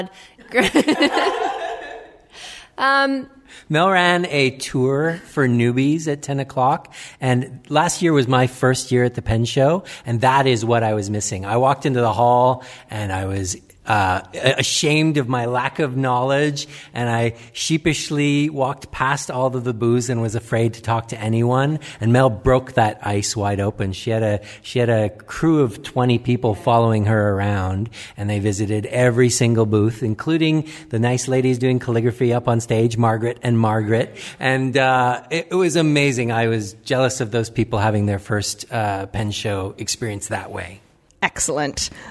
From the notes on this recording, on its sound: Our recording from during—and in the aftermath of—this year's Melbourne Pen Show.